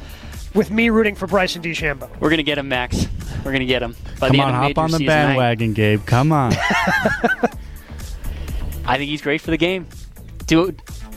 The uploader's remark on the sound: Live from Erin Hills